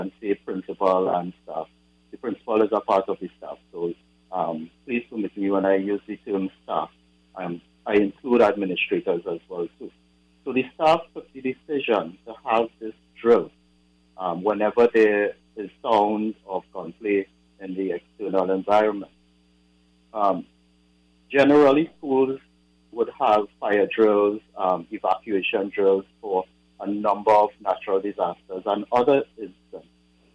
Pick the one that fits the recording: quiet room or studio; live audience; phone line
phone line